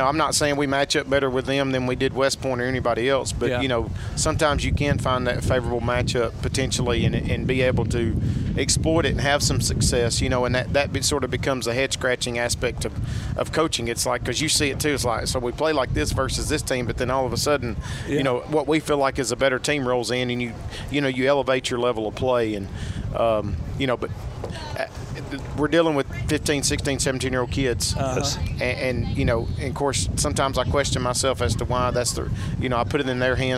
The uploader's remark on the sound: Live from the Ardmore Car Show